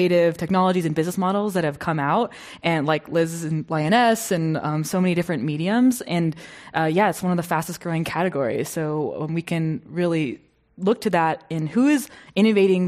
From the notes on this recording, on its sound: This program was recorded in front of a live audience at The Commonwealth Club of California in San Francisco on August 1st, 2019.